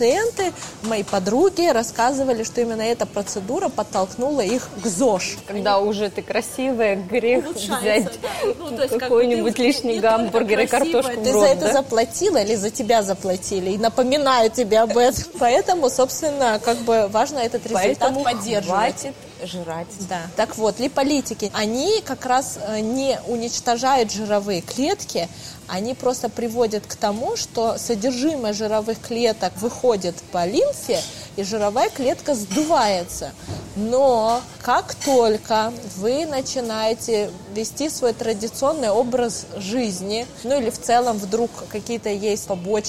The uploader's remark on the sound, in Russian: Это был первый выпуск, записанный нами после пандемии. Поэтому в целях экономии времени записывали этот подкаст в кафе.